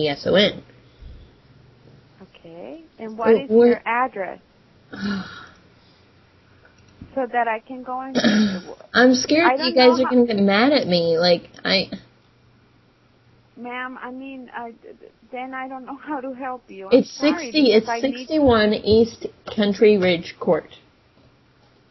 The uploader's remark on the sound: "apartment ohemgee needs help" from archive.org was assembled into the "RBCP's Personal Prank Phone Calls Collection" podcast by Fourble.